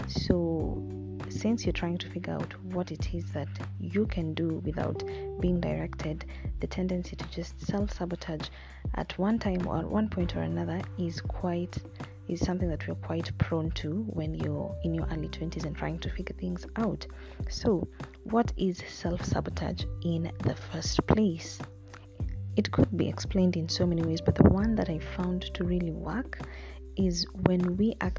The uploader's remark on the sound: I apologise for the sound and any noise picked up, it'll get better I promise.